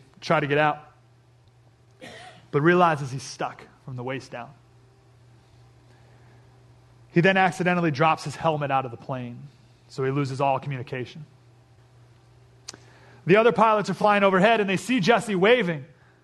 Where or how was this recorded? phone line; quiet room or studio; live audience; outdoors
live audience